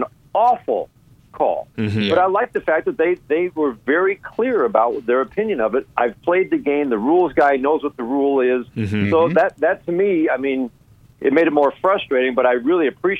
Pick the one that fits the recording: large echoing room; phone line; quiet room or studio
phone line